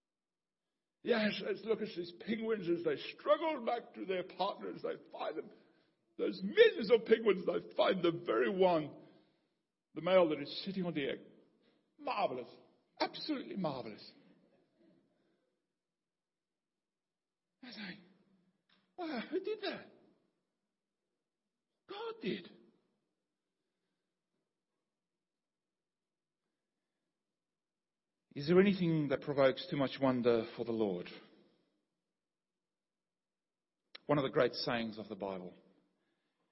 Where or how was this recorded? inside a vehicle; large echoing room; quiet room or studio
large echoing room